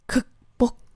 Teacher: 这个词的两个字的收音都是 K，所以这两个字听起来都是有那种刹车的感觉